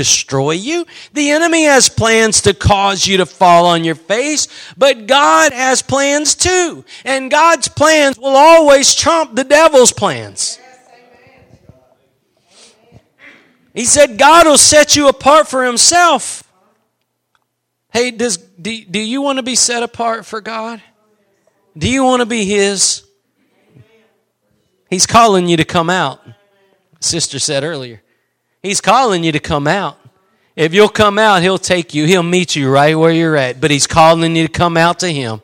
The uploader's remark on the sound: Preached at Gospel Lighthouse in Bossier City, La.